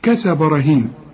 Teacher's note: كل الحروف مرققة ما عدا الراء، الراء مفخمة